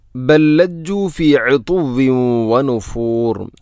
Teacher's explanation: ഒന്നാമത്തെ ലാമിന് രണ്ടാമത്തെ ലാമിലേക്ക് ഇദ്ഗാം ചെയ്യുന്നു, കൂട്ടി ലയിപ്പിച്ച് ഒതുന്നു. ബൽ ലജ്ജു ഫി ഉതുവ്വി വനുഫൂർ.